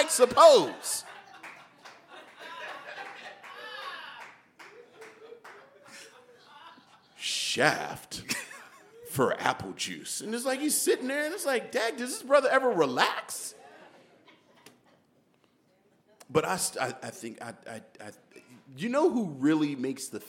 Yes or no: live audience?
yes